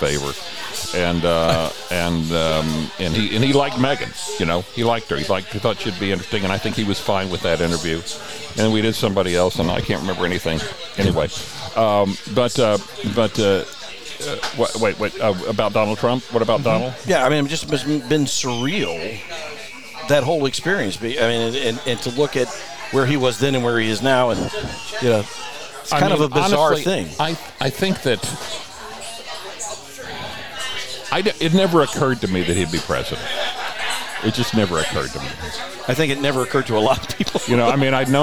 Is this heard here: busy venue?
yes